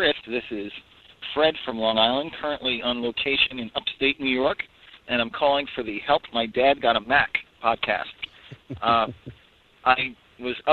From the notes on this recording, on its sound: take a live call